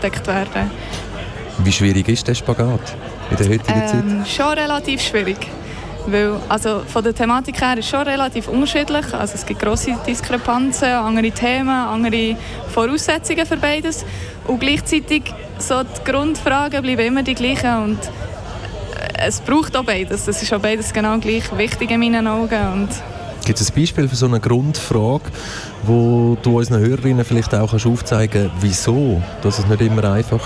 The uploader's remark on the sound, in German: Fantoche 2022. Kanal K berichtete während der 20. Festivalausgabe live aus dem Merkerareal in Baden.